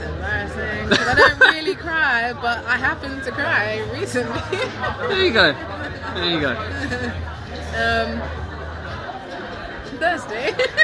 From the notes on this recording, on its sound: BFI Southbank background noise!